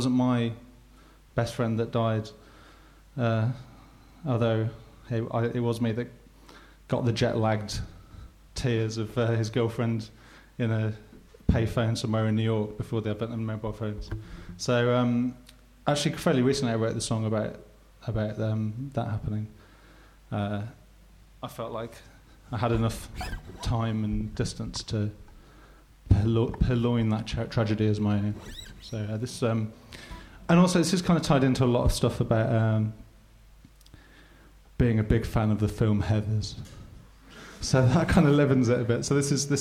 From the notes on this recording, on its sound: the live show that took place on January 18th at the Hackney Attic